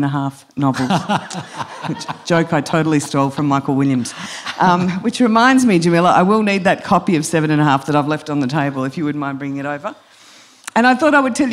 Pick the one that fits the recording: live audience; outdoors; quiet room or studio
live audience